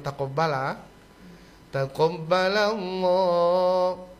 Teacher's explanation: Lo itu kan Allah dua harokat ya. Mat tabi'i saja.